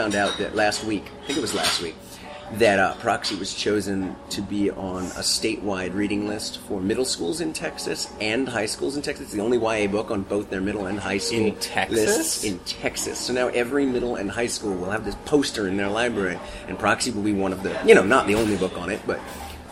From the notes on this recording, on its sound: I decided to take the subway to Brooklyn and meet with him face-to-face in a coffee shop. I found it liberating to be unchained from an Internet connection, which has been known to fail mid-conversation.